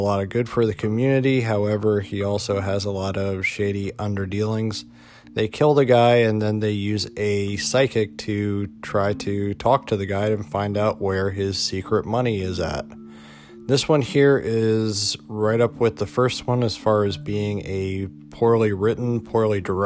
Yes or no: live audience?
no